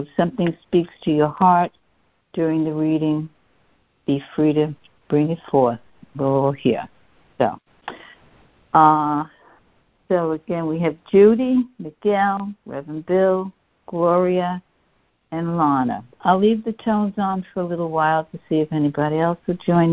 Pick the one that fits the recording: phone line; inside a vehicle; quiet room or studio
phone line